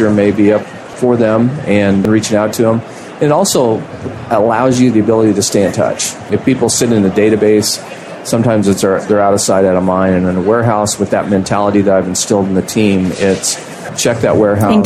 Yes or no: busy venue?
yes